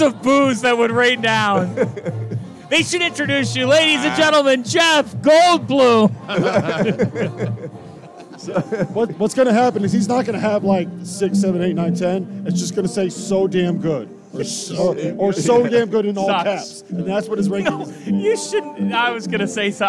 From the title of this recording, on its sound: live from Stadium Swim in Las Vegas